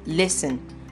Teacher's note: So in the word listen, the T is silent, and you just say it as sun. S-T-E-N will sound as sun.